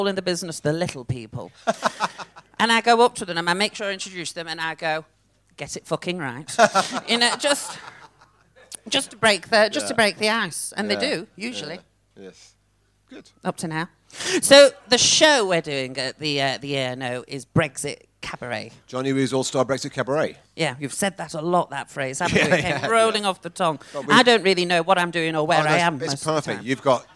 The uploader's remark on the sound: Recorded in front of a Live audience at London's Royal Vauxhall Tavern.